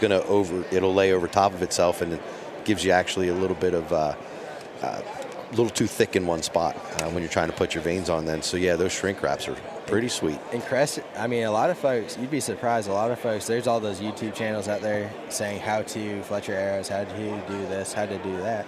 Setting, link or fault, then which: setting, busy venue